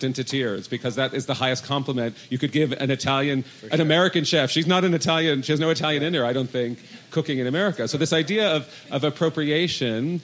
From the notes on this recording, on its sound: At Slow Food Nations 2017. Share their experiences with the audience.